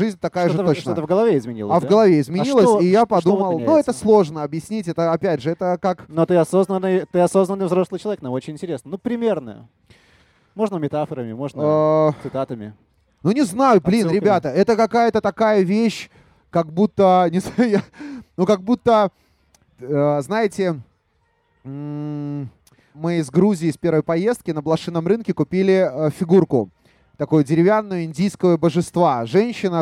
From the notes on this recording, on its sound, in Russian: Открытая запись подкаста. Этот выпуск мы записали на фестивале Vulitsa Ezha, где свою подкаст-площадку организовали крутые ребята из teamteam studio. Так что не удивляйтесь посторонним шумам: это все довольные зрители.